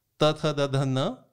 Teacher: इन सब में दांत पे छू रही है ऊपर के दांत पे